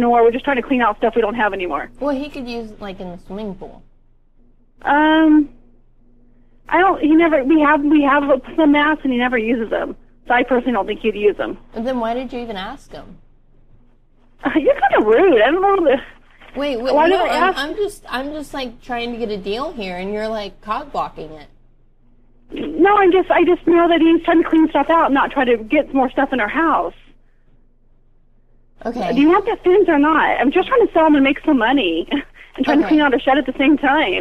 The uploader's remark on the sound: RBCP's Personal Prank Phone Calls Collection